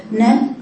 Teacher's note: نت تقطعي الصوت كده حرف شديد وفي همس. يعني ايه؟ يعني بقطع الصوت لكن بيجري النفس.